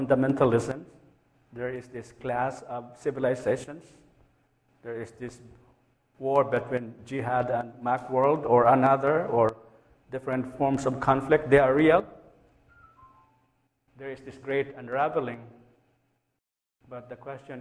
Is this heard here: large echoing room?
yes